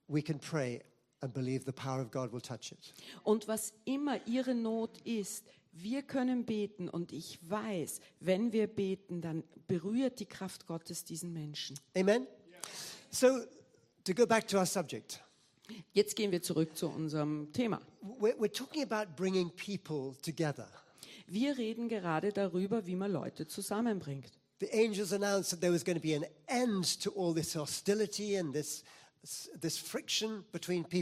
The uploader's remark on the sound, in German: Gottesdienst live aus der LIFE Church Wien.